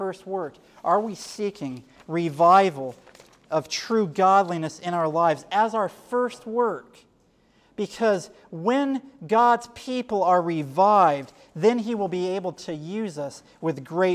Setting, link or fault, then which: setting, live audience